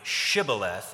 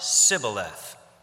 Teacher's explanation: they can't make the sh, the sh sound in the word Shibboleth, and so when they try, it comes out Sibboleth